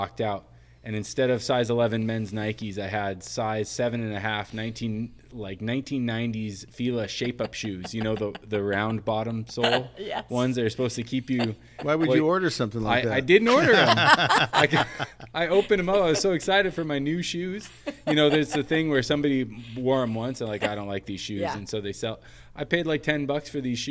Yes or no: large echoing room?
no